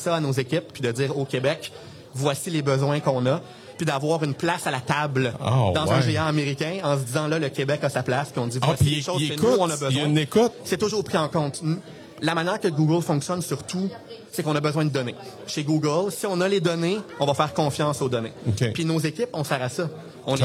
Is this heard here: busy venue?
yes